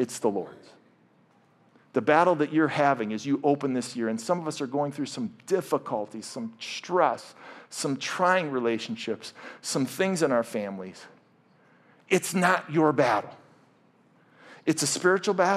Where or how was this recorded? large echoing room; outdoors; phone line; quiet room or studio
large echoing room